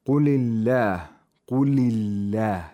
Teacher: The word Allah is pronounced with tarqiq because there is a letter with a kasra before the word Allah.